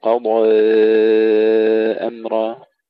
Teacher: في كلمة قضى، التقليل لورش بخلفه والإمالة لحمزة والكسائي وخلف العاشر، ونحافظ على تفخيم الضاد، قضي أمر، هذا في الإمالة قضي، في التقليل قضي، نفخم الضاد ثم نقدر الألف، ونحافظ على تقليلها مع المد